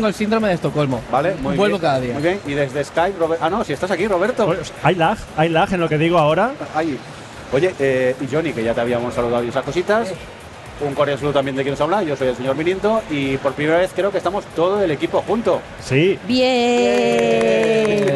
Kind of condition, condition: setting, busy venue